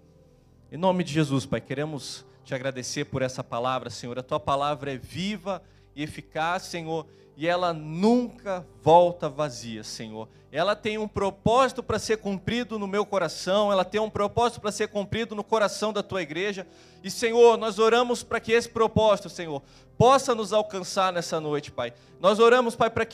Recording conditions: large echoing room